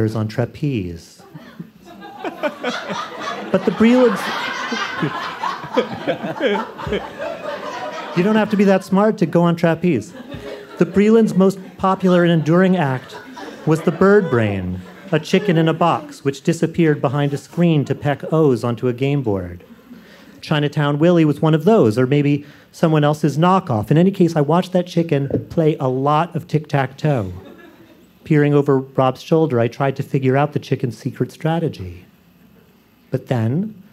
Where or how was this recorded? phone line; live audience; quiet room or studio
live audience